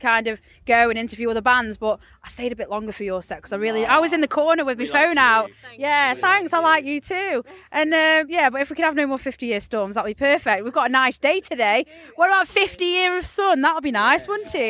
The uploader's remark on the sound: At Sav Fest 2023. I'm known for interviewing in unconventional locations and this was no different, this interview was recorded at the back of a motorhome on the campsite surrounded by the smell of freshly cooked bbq food.